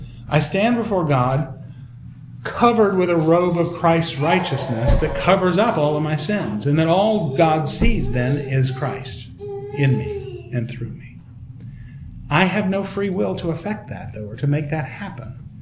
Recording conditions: live audience